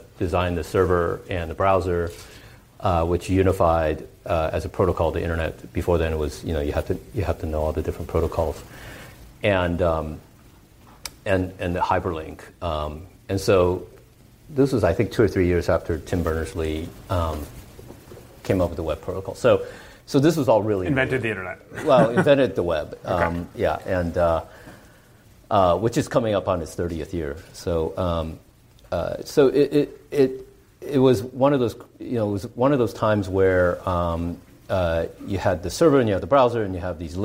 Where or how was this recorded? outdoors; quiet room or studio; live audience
live audience